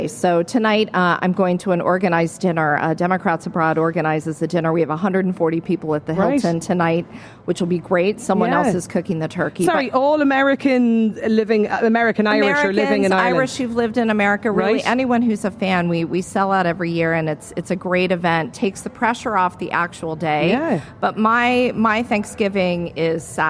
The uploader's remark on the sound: Lunchtime Live was LIVE from The Friends Experience in Dublin today.